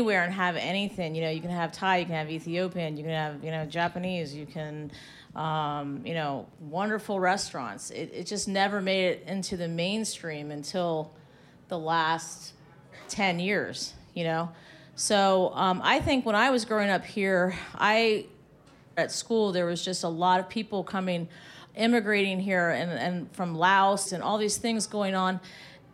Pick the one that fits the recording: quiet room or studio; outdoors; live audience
live audience